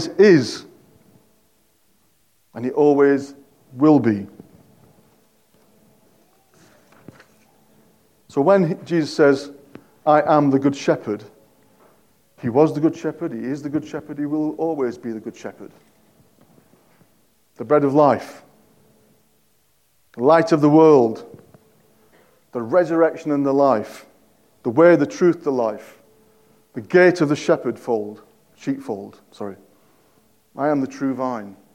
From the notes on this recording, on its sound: At King's Church, Cockermouth, as an audio file.